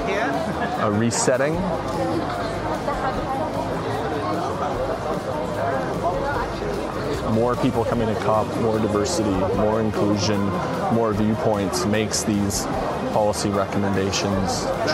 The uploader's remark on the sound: Live from COP28. Live from Dubai! He jump-starts this new season by going to COP 28, what might be the most important climate negotiations ever…or not.